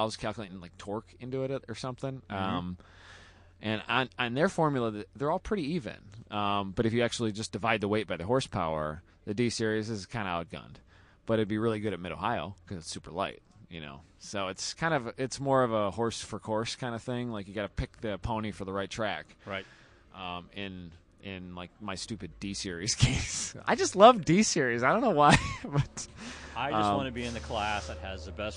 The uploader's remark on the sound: Live at West Michigan Honda Meet 16. It was a cloudy day in Michigan.